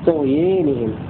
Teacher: يميل الألف التي بعد الياء